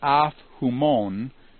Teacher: Now, as we look at af humon, we note that if a preposition ends in a vowel and it's followed by a word that begins with a vowel and also has the rough breathing, the final vowel in the preposition drops out and the p actually compensates by going up to a phi. So with the rough breathing and a vowel following a vowel final preposition, the consonant actually compensates for the dropping of the vowel.